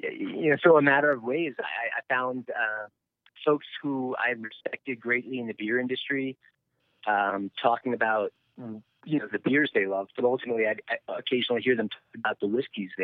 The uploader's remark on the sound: Our first ever over the phone podcast. From Buena Vista Co.